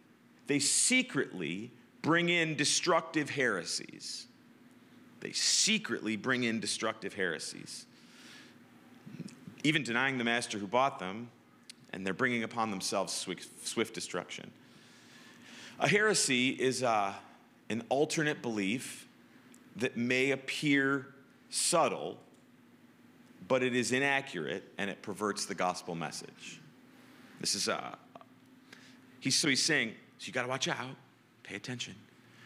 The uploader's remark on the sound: Live from good news in the neighborhood, a new church. In the nw suburbs of chicago.